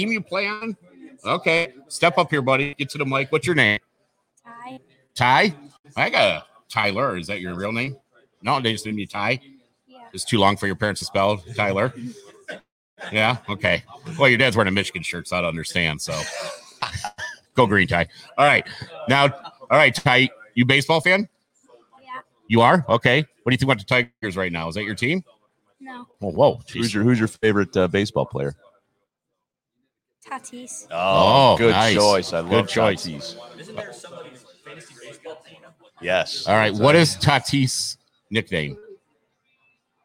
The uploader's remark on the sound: Live from inside the Pro Sports Zone at Laurel Park Mall for the 1st Pro Sports Zone Card Show.